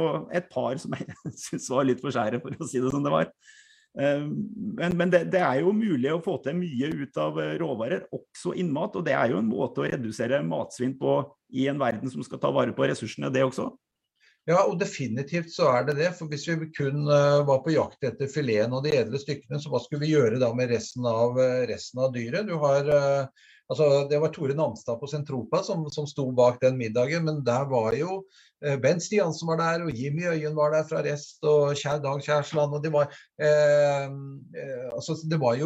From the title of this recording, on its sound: Live Zoom